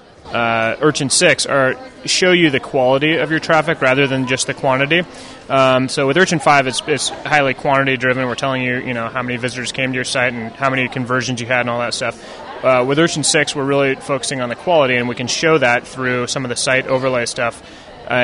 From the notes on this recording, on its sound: Many of the booths at SES were hosted by members of the metrics tracking profession. Passing through the Hilton lobby.